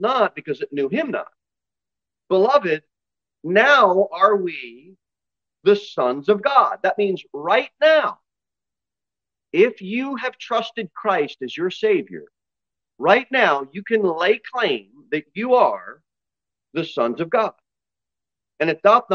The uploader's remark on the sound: Sermon delivered at Pilgrim Baptist Church on Sunday, June 18, 2023, at 2:15 pm.